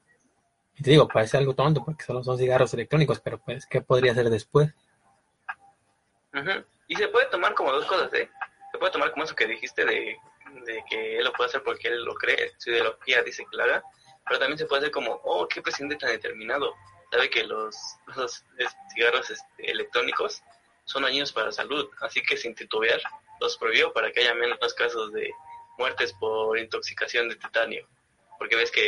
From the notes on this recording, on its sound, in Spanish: Este episodio fue grabado en vivo por facebook live.